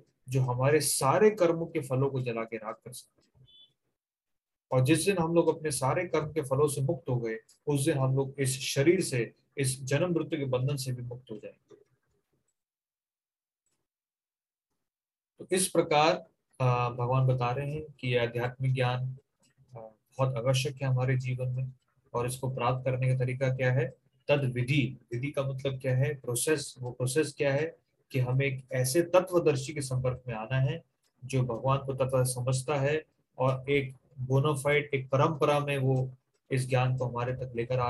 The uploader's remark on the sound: Zoom recorded class